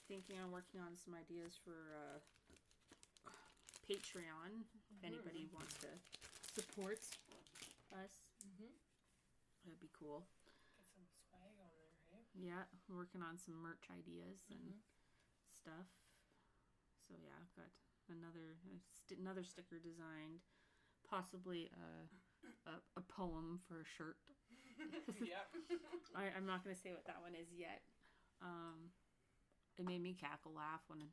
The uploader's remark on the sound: The audio was not the greatest on this episode. Moved into the new podcast studio, so its a work in progress.